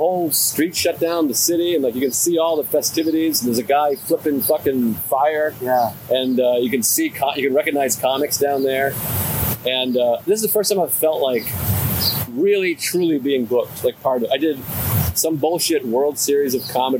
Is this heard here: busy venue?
yes